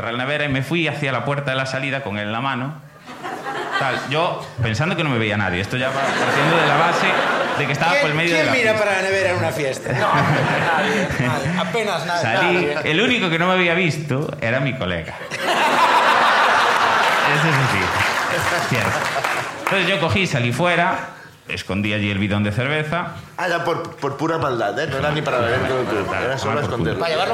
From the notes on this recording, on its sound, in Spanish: La Ruina desde A Coruña. El público de A Coruña nos cuentan.